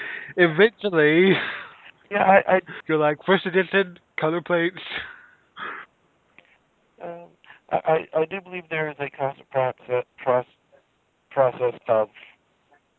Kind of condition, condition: link, phone line